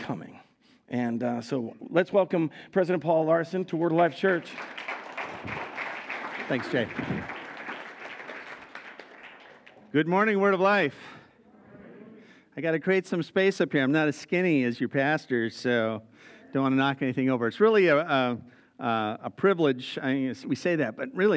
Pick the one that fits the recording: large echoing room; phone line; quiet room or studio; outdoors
large echoing room